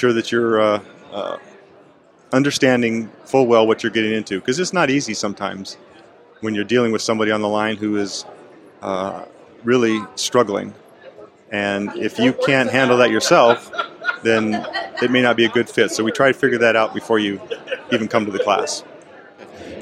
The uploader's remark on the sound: Here, we hit the road and have conversations. On location at the Peace Officers Research Association of California’s ( PORAC) 70th Annual Conference of Members in San Diego, California.